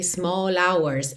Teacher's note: Então a gente já junta small hours. Eu posso juntar o L de small já direto no som do O